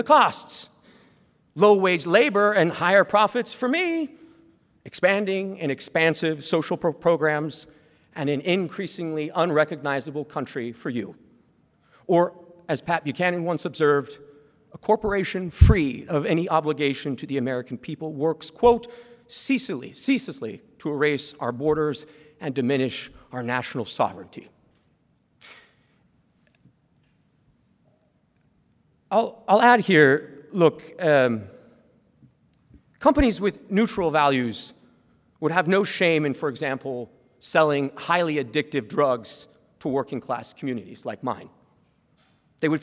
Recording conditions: live audience